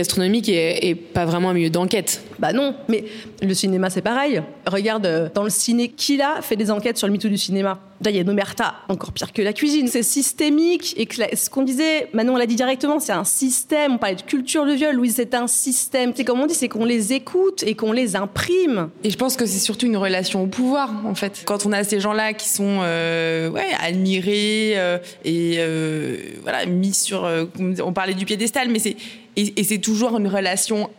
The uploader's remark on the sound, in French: Une cheffe, une journaliste et une avocate montent sur l’estrade. Enregistrée en public au lycée hôtelier Jean-Drouant.